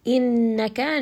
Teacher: Innaka, noon here is going to have ghunna. There is noon with a shadda. Make sure that you do spend a bit of time bringing it up in the nose.